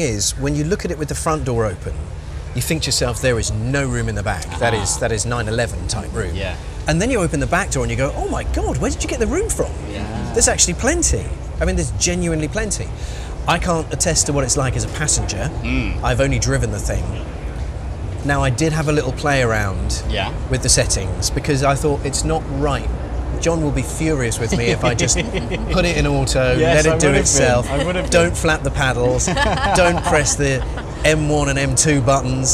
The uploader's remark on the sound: Come to you from the hustle, bustle and magic of The Goodwood Revival Meeting in Chichester as guests of The Auctioneers, Bonhams. On the morning of the first day of the three-day event. Sit in the auction surrounded by a collection of spectacular cars. In the Bonhams Marquee.